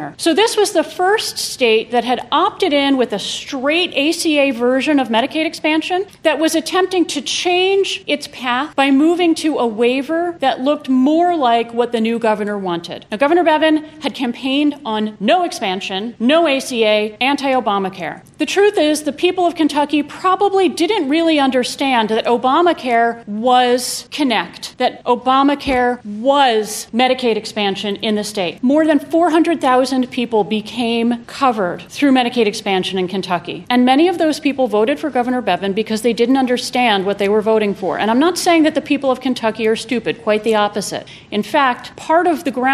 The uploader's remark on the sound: These four episodes were recorded at the 2018 SEALS conference. Four of us got together as a panel to discuss Healthcare in the Era of the Trump Administration. This was a panel, not a typical studio recording.